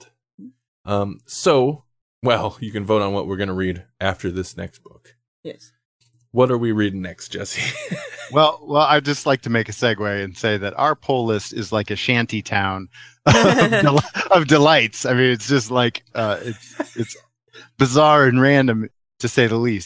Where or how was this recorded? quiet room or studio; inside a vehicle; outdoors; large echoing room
quiet room or studio